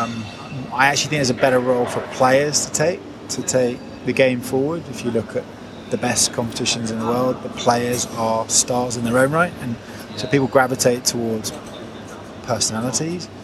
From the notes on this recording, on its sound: It was recorded in the First Class Lounge of Hamad International Airport in Doha at the announcement of Qatar Airways as a sponsor of the Championship.